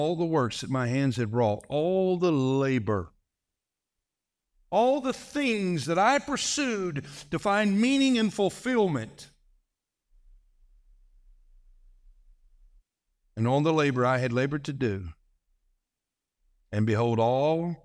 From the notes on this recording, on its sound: This message was delivered on November 5, 2023, during the morning service.